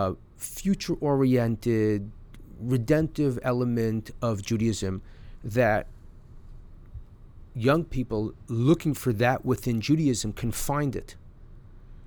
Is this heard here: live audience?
no